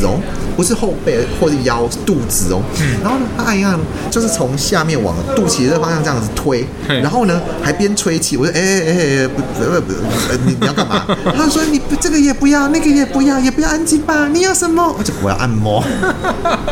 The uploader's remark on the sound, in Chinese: 本集白噪音指數：蚊風級 1/5。錄音地點： BUZZ Cafe & Beer。